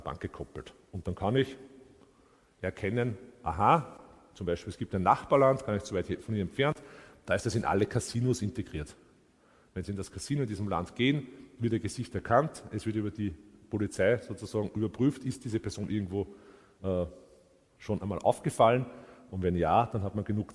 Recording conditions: live audience